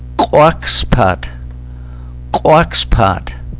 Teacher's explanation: the explosive rounded back K